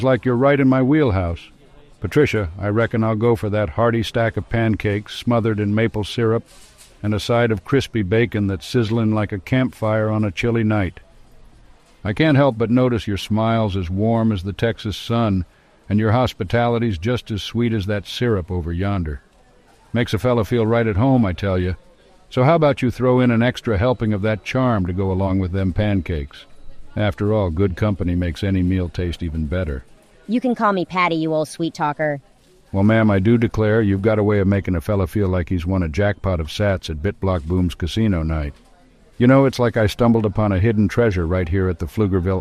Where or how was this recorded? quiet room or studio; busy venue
busy venue